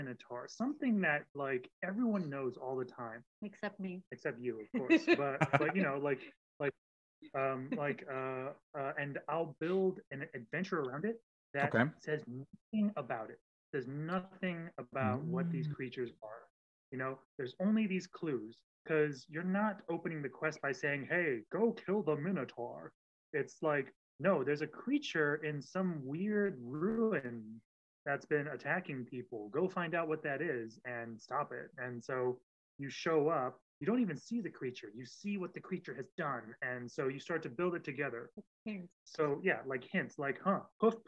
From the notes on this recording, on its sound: Apologies if the audio is rough, we had some technical issues.